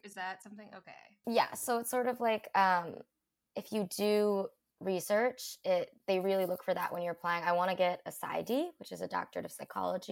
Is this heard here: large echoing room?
no